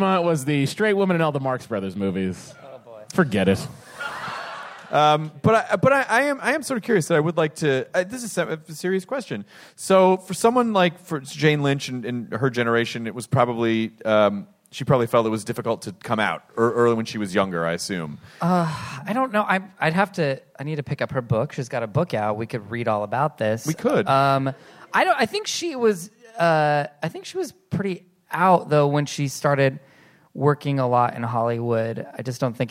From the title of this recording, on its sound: Live at SF Sketchfest 2014